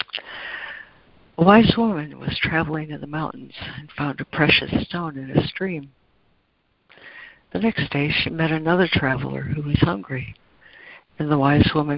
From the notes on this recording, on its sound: ACIM Daily Conference Call